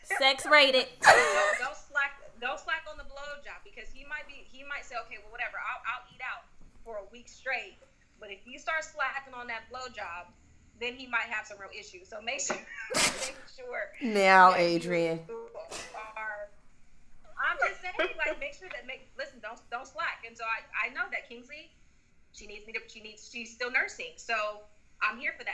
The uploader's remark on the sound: In this episode we hold a phone conversation with our two best friends